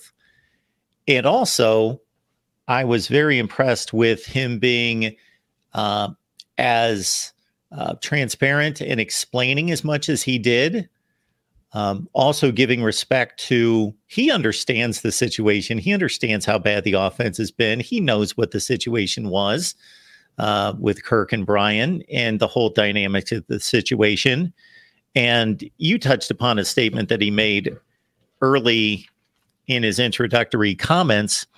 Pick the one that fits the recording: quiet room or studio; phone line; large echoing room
quiet room or studio